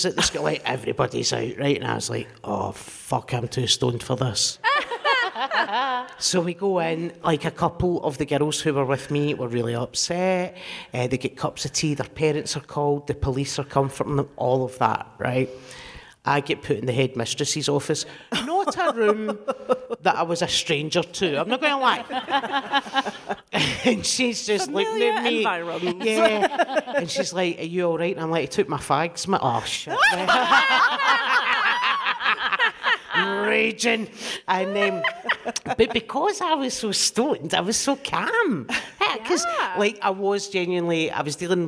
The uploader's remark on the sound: DWSC LIVE. We hear from a member of the audience.